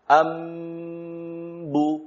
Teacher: Tidak kan? Terpisah suara mim sendiri, suara ba sendiri. · Term: ikhfa